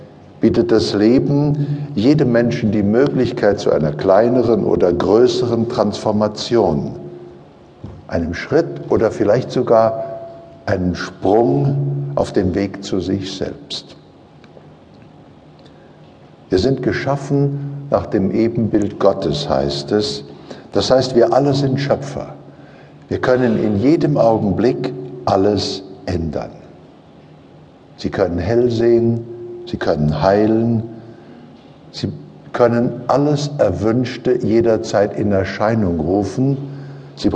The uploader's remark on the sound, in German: Dieser Live-Mitschnitt ist nicht mit einer Studio-Qualität gleichzusetzen und gerade das macht ihn so einzigartig - natürlich, sympathisch, unverfälscht - Hintergrundgeräusche machen das Seminar lebendig und zu etwas Einzigartigem.